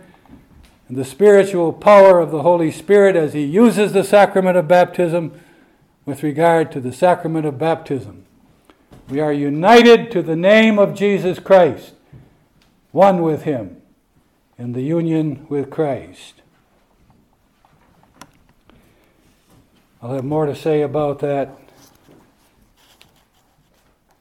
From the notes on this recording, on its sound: This speech was given at the 2022 British Reformed Fellowship Conference, hosted in Northern Ireland